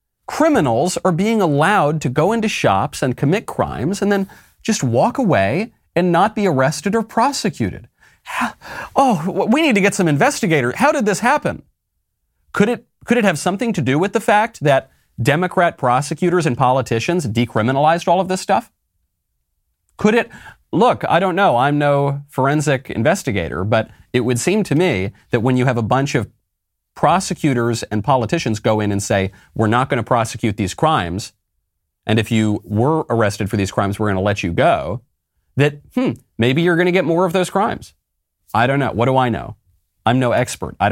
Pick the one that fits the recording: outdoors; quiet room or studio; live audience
quiet room or studio